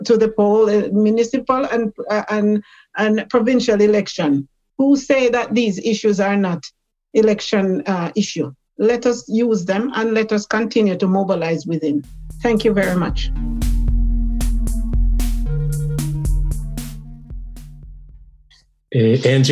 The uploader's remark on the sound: GBC's fully digital Labour Fair. A Zoom keynote lecture.